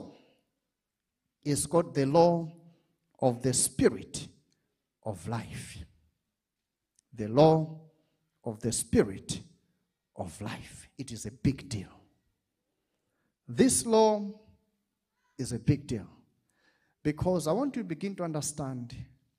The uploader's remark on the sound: This teaching was extracted from our Live Church Service